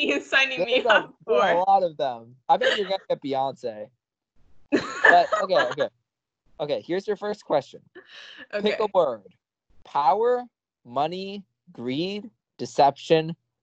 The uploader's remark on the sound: Also, MS Teams did us dirty, sorry about the audio, gosh.